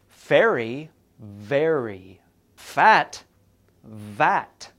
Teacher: This means that as you push air from your mouth, you use your lips and teeth to change the flow of air. In both of these sounds, you put your top teeth onto your lower lip. The difference between the sounds is this F is voiceless and V is voiced. · Term: fricatives